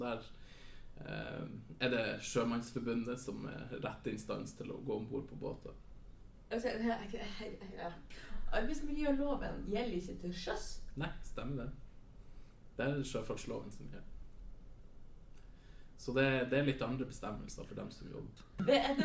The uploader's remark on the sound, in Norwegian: Episoden er fylt med dårlig lyd, ekko og masse god stemning